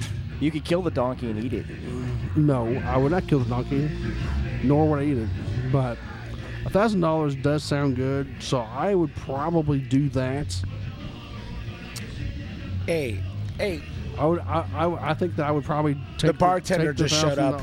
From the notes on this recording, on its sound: Joins us on location at the Vogue Theatre in Indianapolis for this special episode.